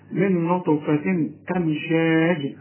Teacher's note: تنوينه بعده همزة إظهار ما تغنش